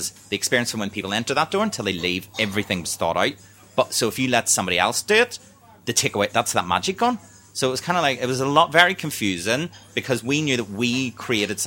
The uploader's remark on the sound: Recorded in an immersive cafe, where retail theatre is brought to life in the very truest sense of the word.